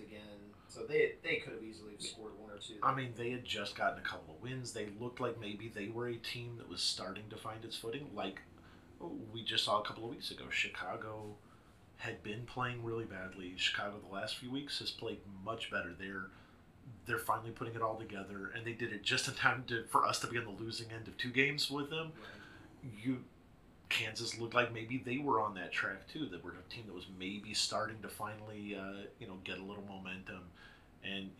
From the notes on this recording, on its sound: A technical issue resulted in softer-than-normal audio